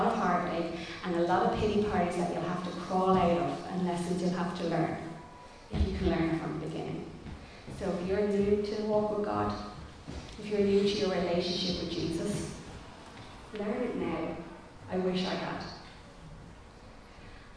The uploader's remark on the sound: Recorded live in Liberty Church on 27 June 2021